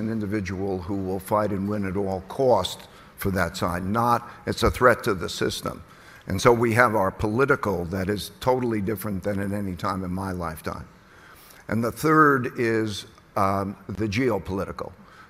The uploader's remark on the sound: at the Bloomberg Green Festival at COP28